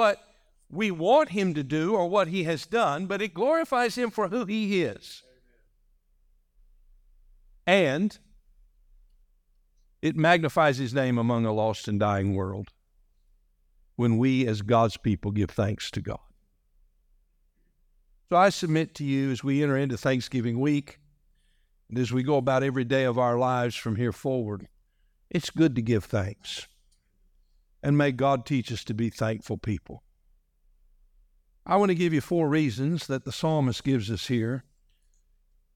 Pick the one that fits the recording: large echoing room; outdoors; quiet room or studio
large echoing room